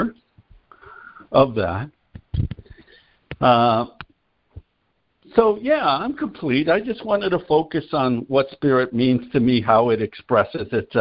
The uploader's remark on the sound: ACIM Daily Conference Call.